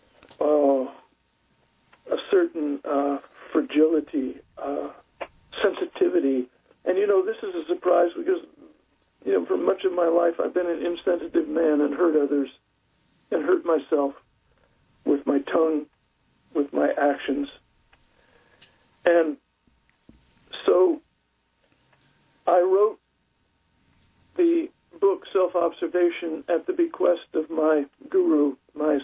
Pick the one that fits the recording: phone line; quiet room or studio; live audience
phone line